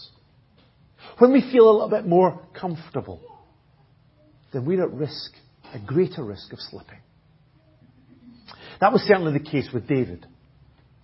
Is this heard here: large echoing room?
yes